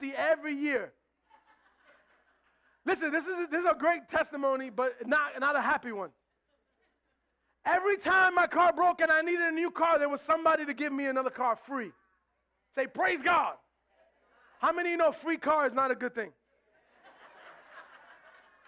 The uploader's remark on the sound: Recorded live at The Sanctuary Fellowship.